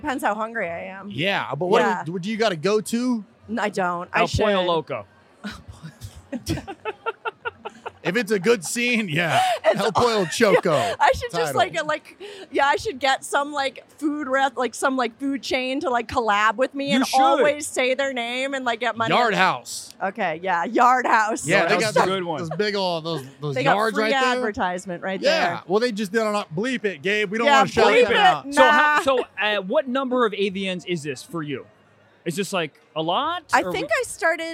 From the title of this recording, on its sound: Live From The AVNS